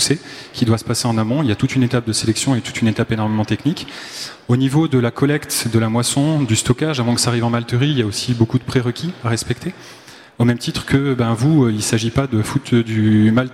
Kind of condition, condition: setting, busy venue